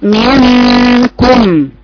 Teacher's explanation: مظهرة، يعني بالضبط بيقرأها كذا منكم، مع ان حرف مخفى، لكن بيظهر اثر النون جدا اكتر من ظهور الغنة